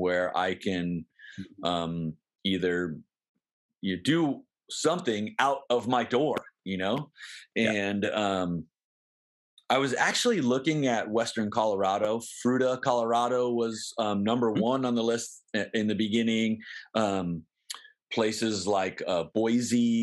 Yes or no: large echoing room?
no